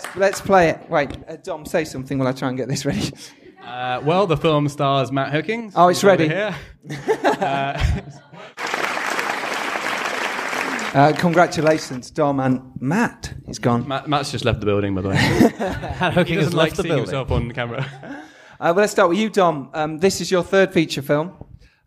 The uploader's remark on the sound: LIVE recording of the first ever #MakeYourFilm event!!